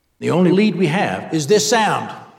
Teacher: Pitch characteristic. It's a little more breathy, with a kind of scraping or gravelly finish in a few words.